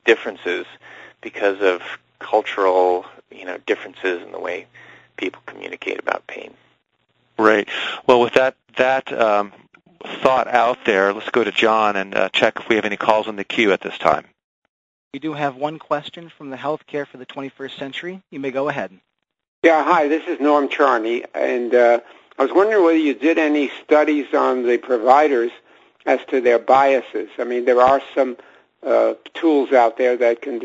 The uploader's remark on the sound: Author in the Room® Teleconference